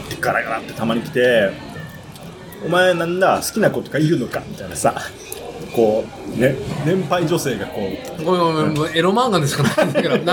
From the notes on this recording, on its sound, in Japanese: 屋外収録。名古屋駅に飲みにいこう！いつもの指向性マイクではなくXYマイクでの収録となっています。広いレンジによる街の臨場感をお楽しみください。